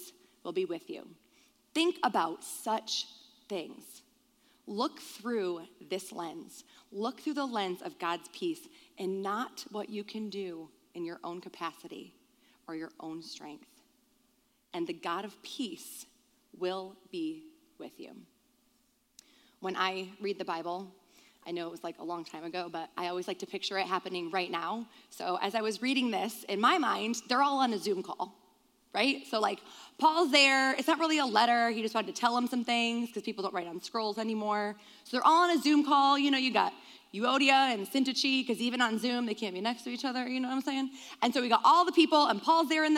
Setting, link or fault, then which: setting, large echoing room